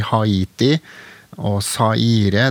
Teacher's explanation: Der står det jo to vokaltegn sammen, men de uttales ikke som, som en diftong.